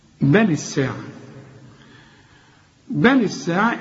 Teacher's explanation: اللام هنا مكسورة علشان أتخلص من الساكن